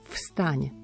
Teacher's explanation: Hneď na začiatku prvé slovo vstaň musí zaznieť to neznelé F.